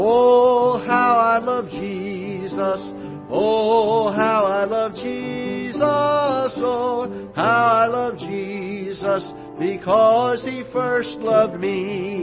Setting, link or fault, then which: setting, large echoing room